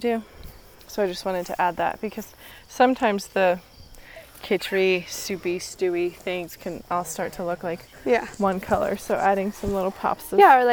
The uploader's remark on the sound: We were still figuring out how the mics worked while we walk in this episode, so you will hear some funny clicks.